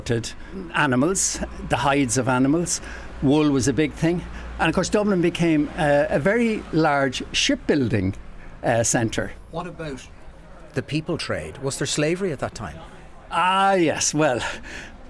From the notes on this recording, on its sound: Walking And Talking.